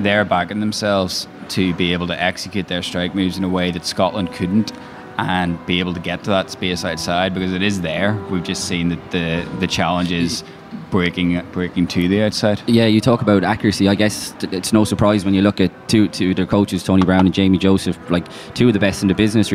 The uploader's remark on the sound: After a night of team bonding with some karaoke, the lads assembled in their hotel lobby to discuss all of the above while being soundtracked by a life flute recital in Hamamatsu, the music capital of Japan.